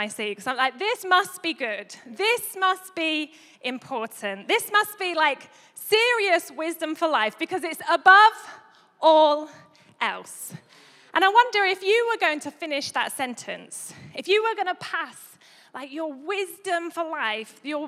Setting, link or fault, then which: setting, large echoing room